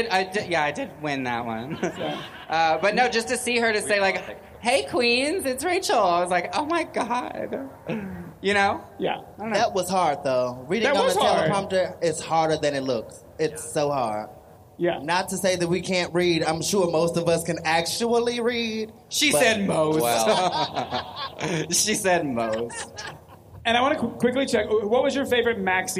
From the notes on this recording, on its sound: This week it’s an extra-special LIVE recording of the The Official RuPaul's Drag Race Podcast, recorded onstage at RuPaul’s DragCon in L.A.